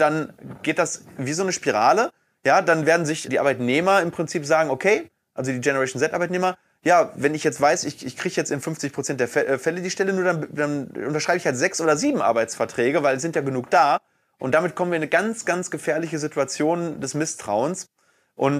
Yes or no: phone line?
no